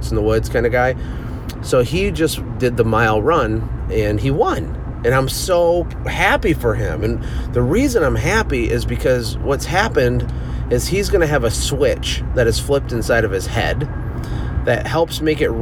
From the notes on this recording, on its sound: I’m sitting in my car driving to my son’s field day!